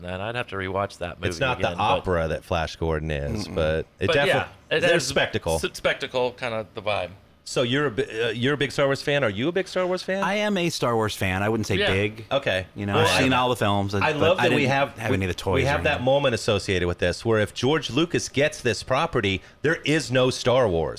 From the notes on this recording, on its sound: at the Casbah San Diego